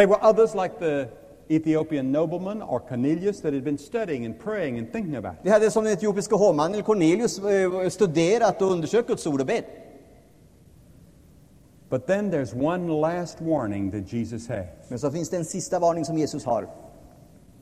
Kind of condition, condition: setting, large echoing room